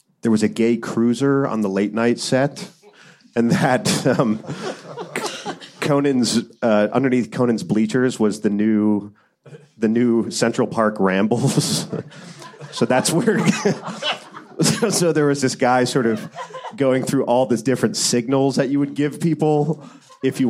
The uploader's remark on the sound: Originally recorded April 14, 2016 at the Nerdist Theater at Meltdown Comics.